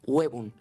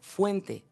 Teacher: Esta O en latín era una O tónica, con acento fuerte. En un momento de la evolución del latín al castellano, la O tónica diptongó en UE. · Term: La O tónica fuerte diptongó